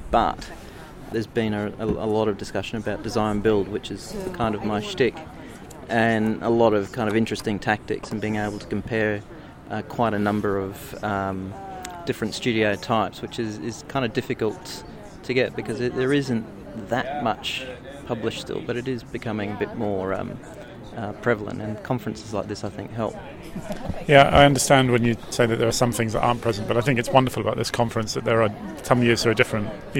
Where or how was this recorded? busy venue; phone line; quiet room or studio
busy venue